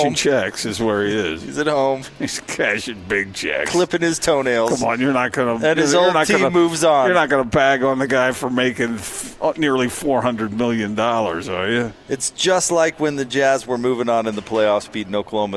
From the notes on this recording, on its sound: LIVE at Marley's Sliders in South Jordan